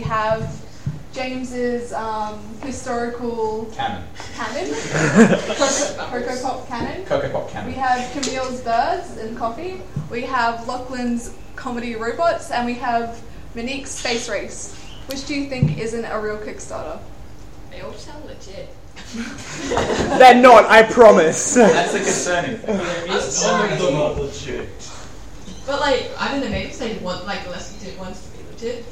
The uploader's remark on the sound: This episode was recorded live as a panel game show at the YSA Melbourne Open day on April 12th 2014.